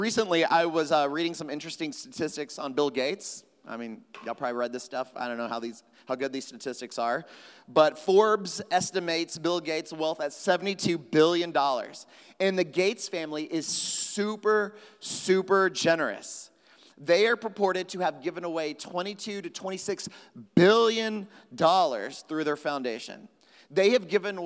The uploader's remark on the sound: at Trinity Church, Puerto Rico